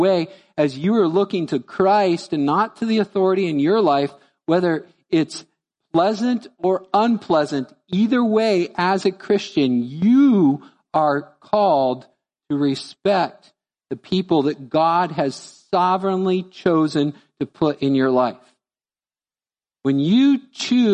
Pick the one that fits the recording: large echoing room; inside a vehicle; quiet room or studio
large echoing room